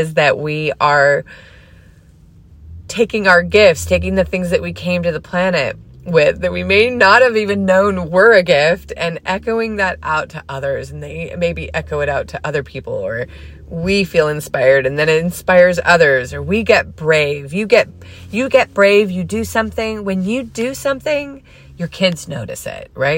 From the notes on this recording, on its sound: Today’s podcast recording in the car.